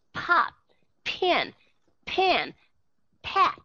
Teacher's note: các bạn thấy thấy rất là rõ ràng âm P, pop, pen, pen, pat nó có cái sự thổi hơi ra